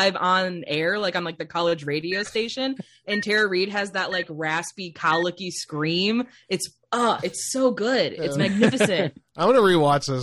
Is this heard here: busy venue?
no